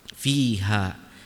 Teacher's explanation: Hukum yang pertama adalah hukum mad tabi'i pada kalimat fi dengan ha. Fi di sini adalah mad tabi'i karena ya sukun sebelumnya kasrah, dan ha juga mad tabi'i ya karena alif sukun sebelumnya fathah. Dibaca keduanya dua harokat.